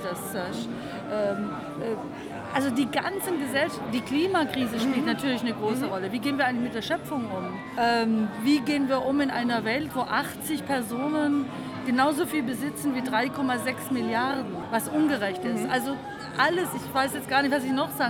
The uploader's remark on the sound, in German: Auf dem Evangelischen Kirchentag 2015. Evangelischer Kirchentag Stuttgart 2015.